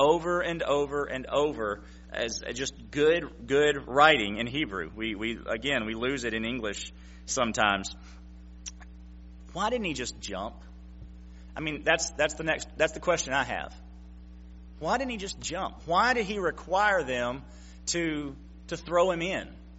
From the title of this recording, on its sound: September 25, 2016 PM Service